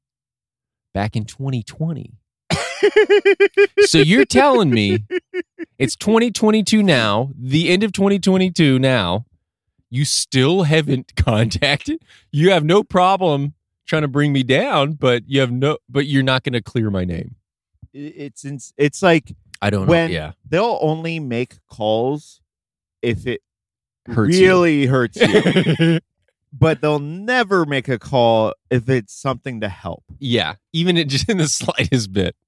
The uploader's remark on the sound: In A Car, At A Park, In The Morning. The boys are back in the car, this time in a parking lot at a park at 6 am before a skate sesh.